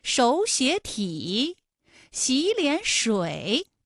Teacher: 这种情况下的音变情况啊，应该是第一个音节、第二个音节都变成三五，就是二声。哎，也就成了本来是三个三声吧，214加214加214，那演变成了前两个音节是二声，也就是三五，三五加三五，最后一个字是214。那类似的词还有像手写体、洗脸水，是不是前两个字都是二声，第 · Term: 三音节的三声组合